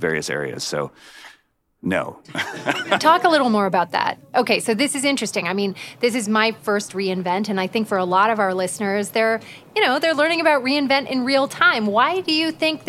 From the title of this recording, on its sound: Live from Las Vegas, with the Finops Foundation